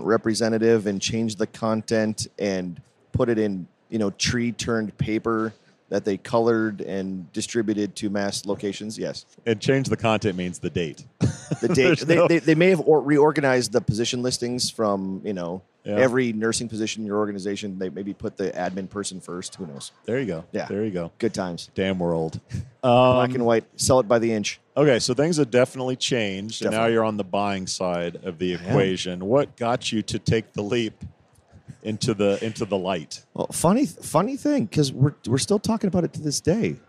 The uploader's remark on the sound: Recorded at SHRM